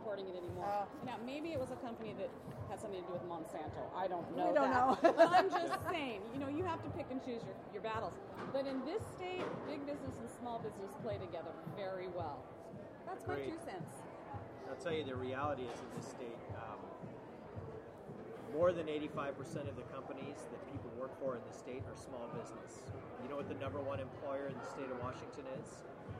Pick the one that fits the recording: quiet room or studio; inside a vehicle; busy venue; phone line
busy venue